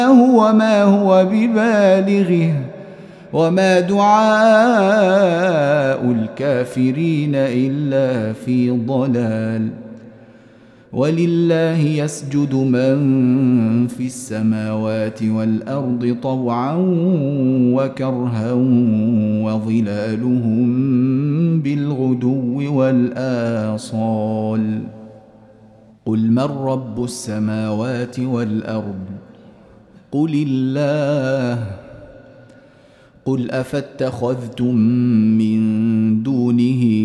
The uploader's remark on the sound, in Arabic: مسجل من صلاة التراويح بمسجد السلام بحي مشرفة بجدة.